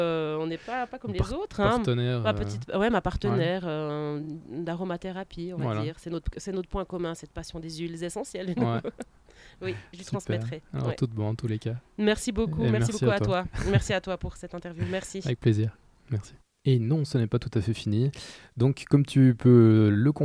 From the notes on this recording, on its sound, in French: Eh oui, un coup de chance, le soleil est resté jusqu'au bout de l'interview. Très certainement le dernier épisode enregistré sur une terrasse pour cette année.